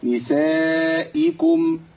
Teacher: الهمزه المكسوره كثير من الناس بيقع في ابدالها بياء